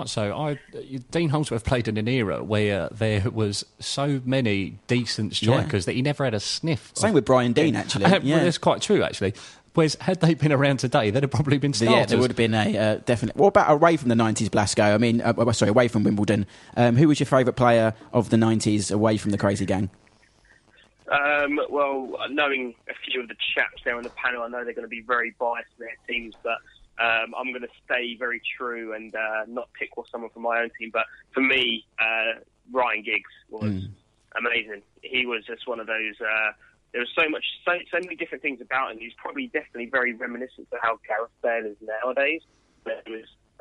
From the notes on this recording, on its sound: joined on the phone